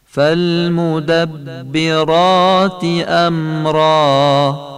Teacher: ری مدبرات و ری امرا هر دو تفخیم میشه، یعنی درشت تلفظ میشه، و الفش هم مثل آی فارسیه، صدای آ با حروف مفخمه همون آی معمولی خوانده میشه مثل حالت فارسی.